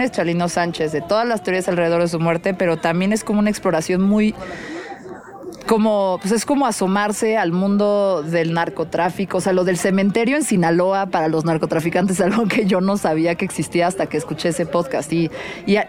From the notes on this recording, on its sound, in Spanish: Me invitaron a grabar Mezclas Abruptas desde el Festival Arre. Es un festival de Regional Mexicano.